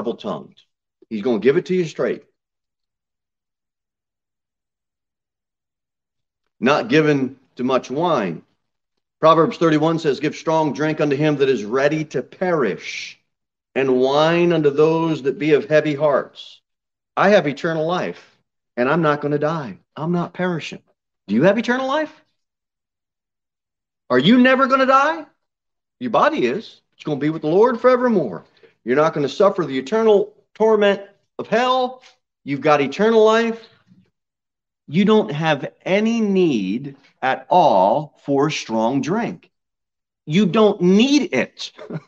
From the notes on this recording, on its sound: Sermon delivered at Pilgrim Baptist Church. Jere Whitson Rd.